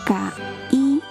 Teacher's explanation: en caíamos hay 3 vocales juntas, pero el acento recae en una vocal débil. Además, si se divide en sílabas, las vocales no quedan juntas, sino que forman sílabas diferentes.